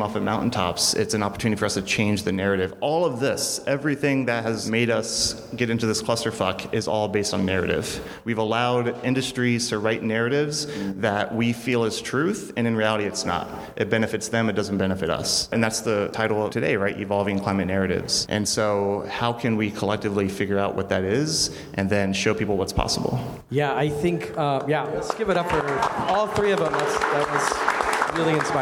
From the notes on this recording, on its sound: Live Panel Episode Recorded During SF Climate Week. Thanks for tuning in to a special live recording episode of Darts in the Dark.